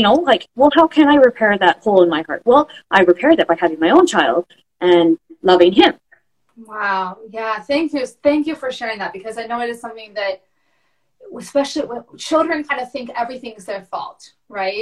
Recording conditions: video call